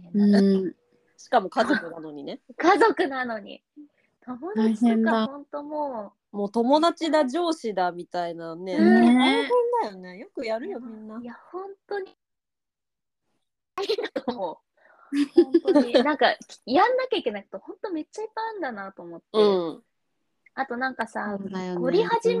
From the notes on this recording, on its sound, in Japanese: 今回はノンアルリモート収録！